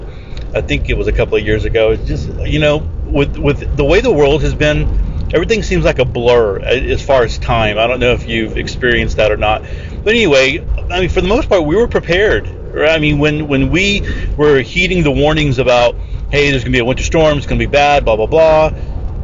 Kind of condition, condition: setting, inside a vehicle